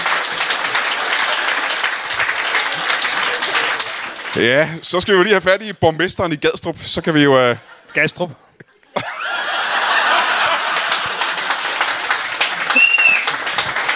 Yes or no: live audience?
yes